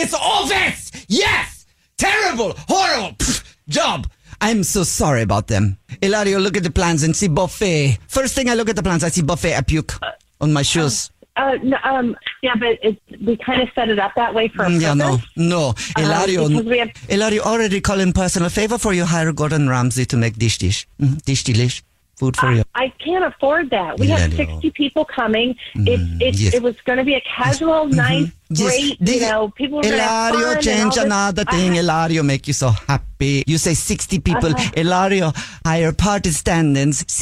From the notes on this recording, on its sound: phone prank style